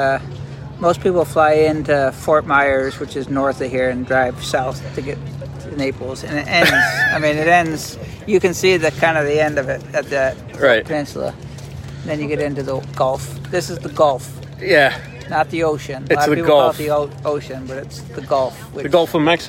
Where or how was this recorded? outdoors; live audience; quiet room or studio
outdoors